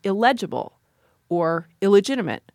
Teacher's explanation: That in prefix, the N becomes an L if it comes before an L, which is why we get illegible or illegitimate.